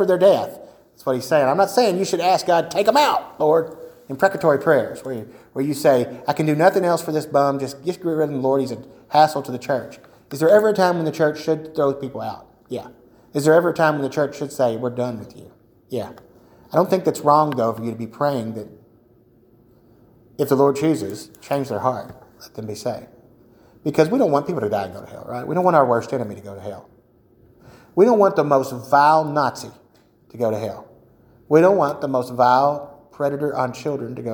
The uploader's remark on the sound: A solo episode of TDWS featuring our 1st ever recording of a Sunday School session.